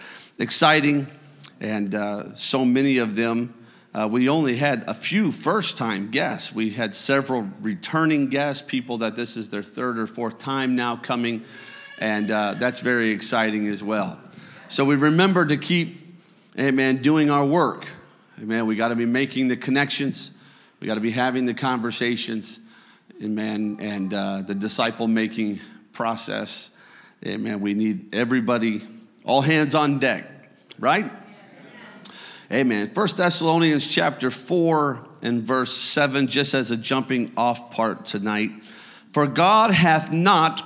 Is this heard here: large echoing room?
yes